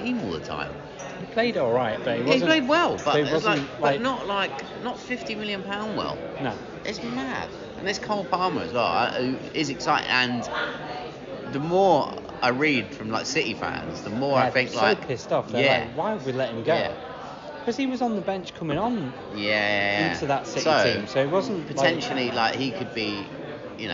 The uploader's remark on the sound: Part 1 is in the pub. Part 2 is on Zoom.